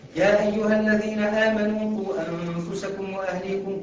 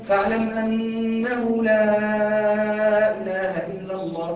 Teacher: مد التعظيم حفص بيقصد، لكن يجي عند كلمة التوحيد ويمد، مش بسبب الهمزة · Shown in: second take